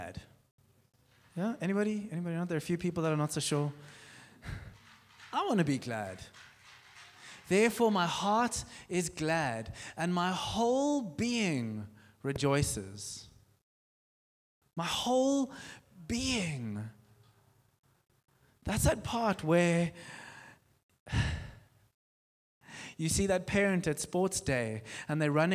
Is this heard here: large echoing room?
yes